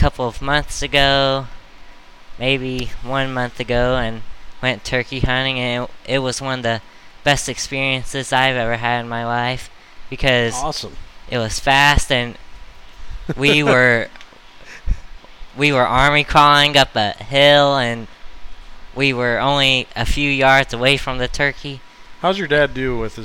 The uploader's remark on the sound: LIVE from The Bucksnort. Had a chance to stop in at our favorite deer hunting themed burger joint.